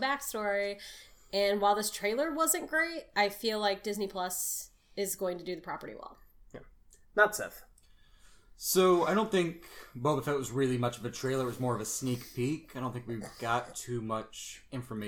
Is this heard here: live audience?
no